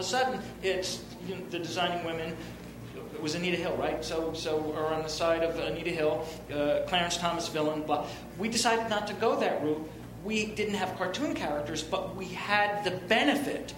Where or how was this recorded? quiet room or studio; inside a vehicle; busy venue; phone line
busy venue